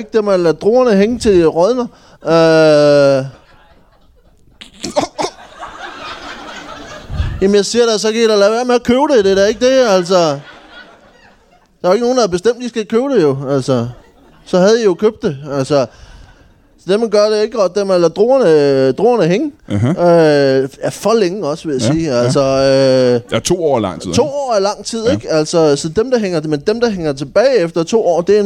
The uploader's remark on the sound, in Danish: LIVE fra Ramsømagle. Optaget foran et fremragende publikum i Ramsømagle Forsamlingshus.